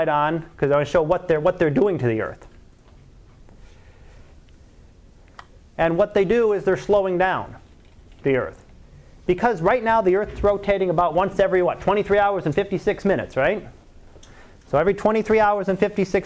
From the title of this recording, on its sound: Live Class Lecture